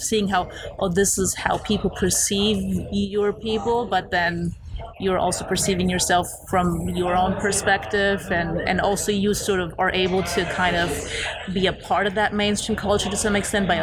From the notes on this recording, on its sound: Outfest 2018. We sat down in the heart of the festival for another amazing conversation.